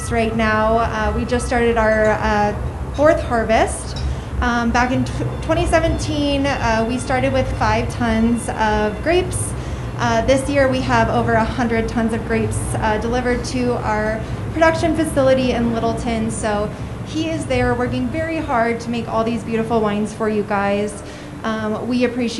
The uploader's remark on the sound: cooking live at Pizza Republica and talking to guests!